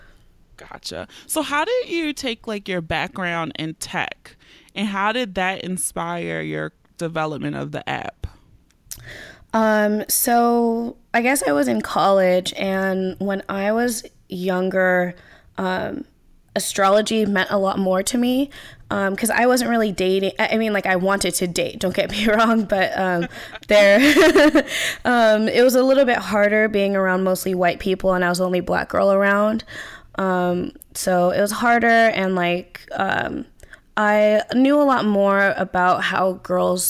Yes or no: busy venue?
no